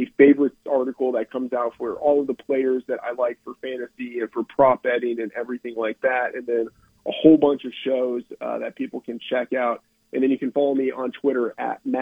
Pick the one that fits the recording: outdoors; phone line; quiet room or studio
phone line